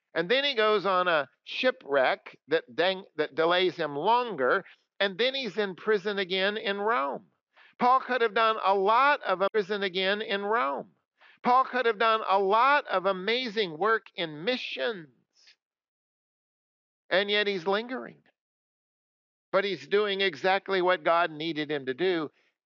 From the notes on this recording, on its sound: Coming to you from Old South Presbyterian Church in Newburyport, MA.